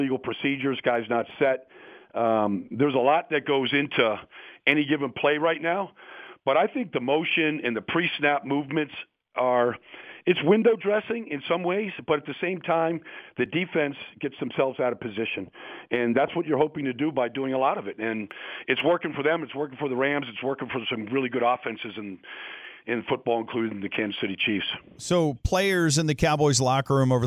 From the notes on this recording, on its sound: called in to the Ben and Skin show